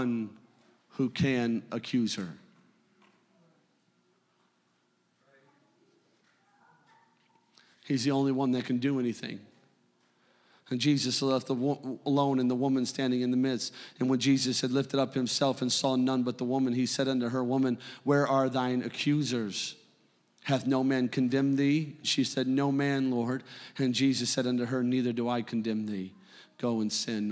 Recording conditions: large echoing room